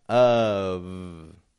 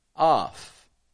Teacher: an O making kind of a U sound, often even reduced to a schwa · Shown in: first take